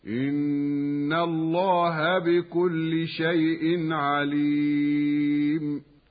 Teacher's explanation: ولام لفظ الجلالة مفخمة لوجود الفتح قبلها